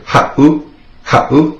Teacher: If you were to take out that seven, it would be pronounced ha'u. With the seven in there, makes that little glottal stop, that pause.